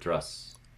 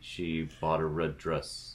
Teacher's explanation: dress tends to bump into kit, and so goes mid central